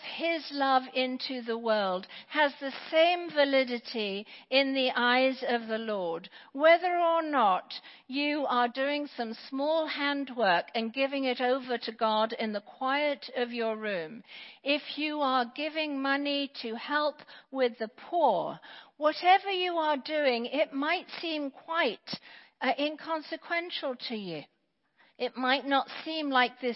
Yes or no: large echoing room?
yes